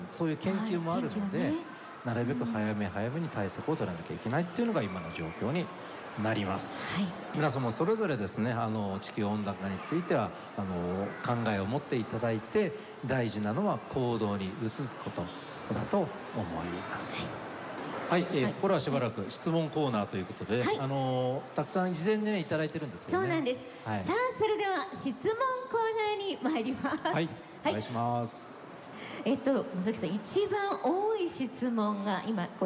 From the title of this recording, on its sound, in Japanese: 公開録音：イオンモール神戸南